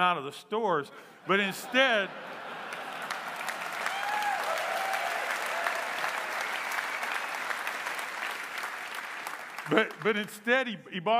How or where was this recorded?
live audience